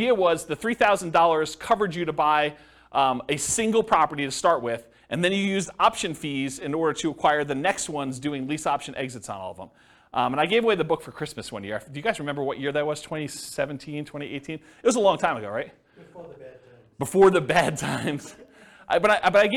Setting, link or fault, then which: setting, live audience